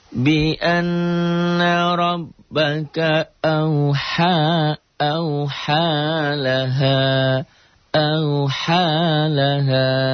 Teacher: Nun dan mim bertasjid. Cara bacanya tiga. Dibaca double, dengung ke hidung gunnah, dan mad ada panjangnya.